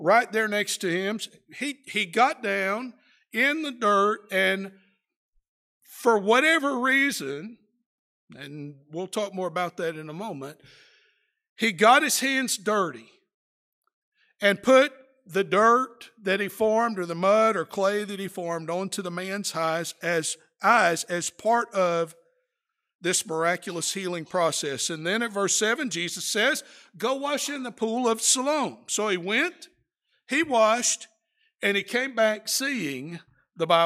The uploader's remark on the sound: Preached during the AM worship service at the Roanoke CofC